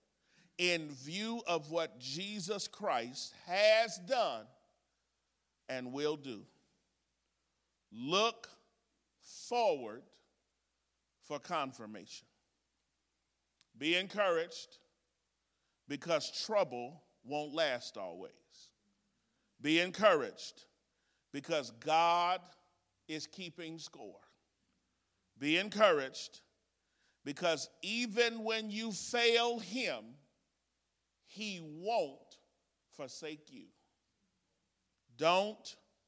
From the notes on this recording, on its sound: This exposition was recorded at the Woodbridge, VA 2023 Workshop.